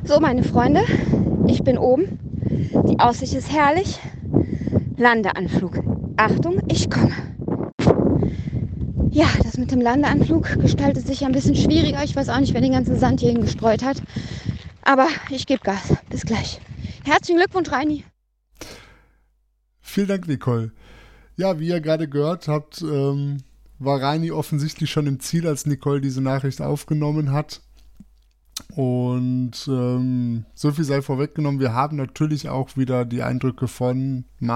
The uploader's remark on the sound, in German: 4-Stage Mountainbike Race Lanzarote, im Club la Santa. Berichten auch heute wieder live von der Etappe.